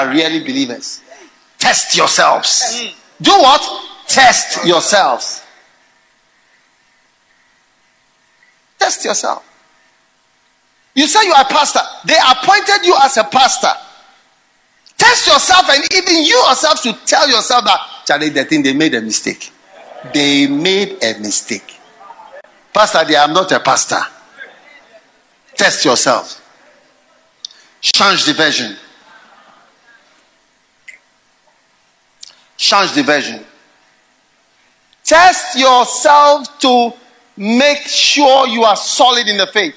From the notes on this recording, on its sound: Preached at the FLOW Service.